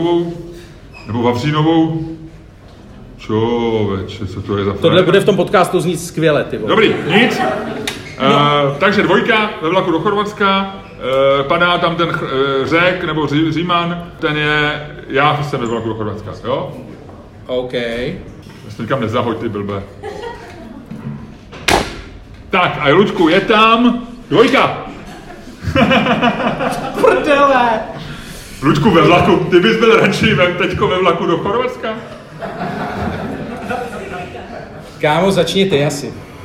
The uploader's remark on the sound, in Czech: SPECIÁL ŽIVĚ. Poprvé jsme totiž vysílali ŽIVĚ před publikem, a to ze smíchovské hospody Kwak.